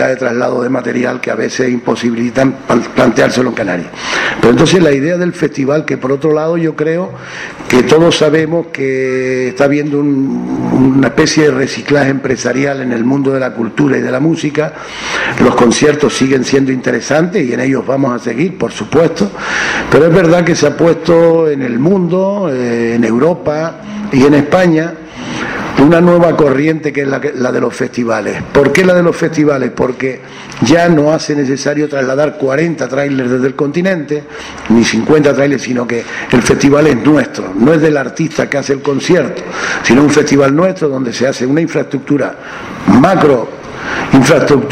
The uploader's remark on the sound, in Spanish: Rueda de Prensa Rock Coast Festival 2012